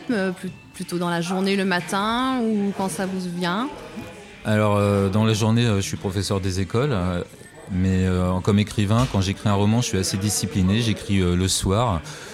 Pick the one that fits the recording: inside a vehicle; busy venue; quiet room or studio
busy venue